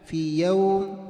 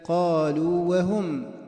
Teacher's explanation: فإن الياء الأولى من في والواو الأولى من قالوا، فهي حروف مد ومخرجها الجوف